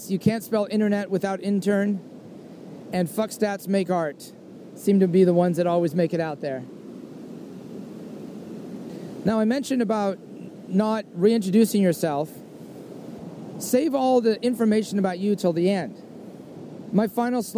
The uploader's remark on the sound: soliloquy on a trail